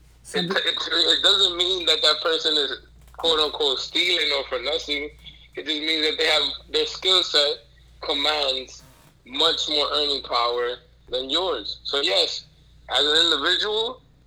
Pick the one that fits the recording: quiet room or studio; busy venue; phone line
phone line